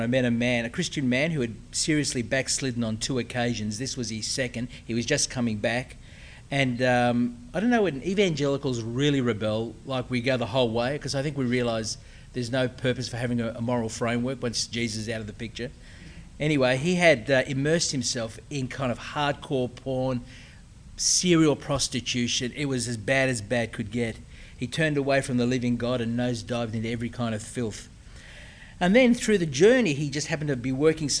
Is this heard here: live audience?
yes